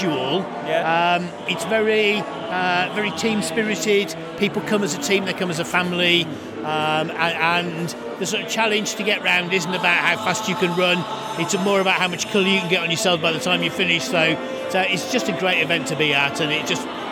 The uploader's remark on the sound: Take the mic for a walk around Shrewsbury Abbey as we celebrate another year of Abbey Fest 2022, a charity even put together by Lingen Davies. This a candid bit of audio, no plan, just a collection of conversations with lovely people on a lovely evening.